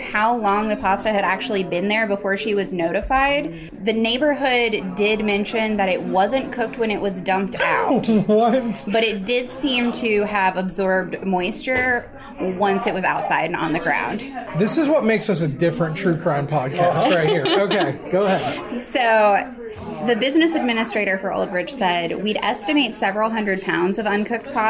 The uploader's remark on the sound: For the story portion, we recorded live from the main hall of Paranormish Con in Oak Hill, WV.